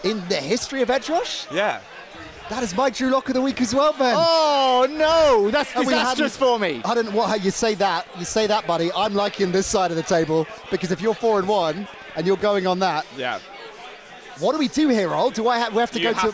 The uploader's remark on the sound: Come live from Passyunk Avenue in Waterloo. The beers are flowing.